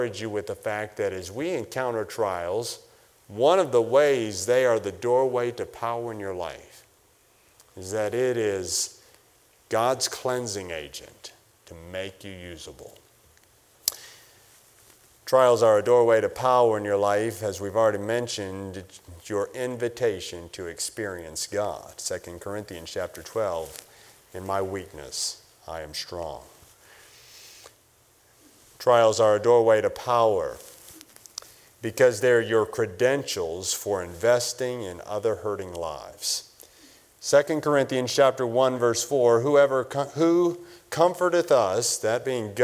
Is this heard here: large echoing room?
yes